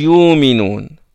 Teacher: Les Quraysh ne prononcent pas la Hamza. Ils disent Yuminun.